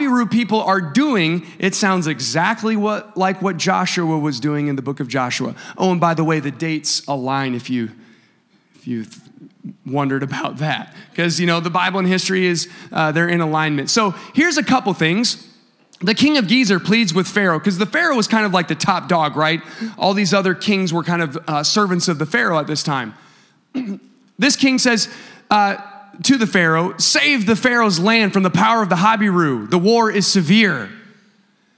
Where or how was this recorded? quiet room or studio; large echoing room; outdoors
large echoing room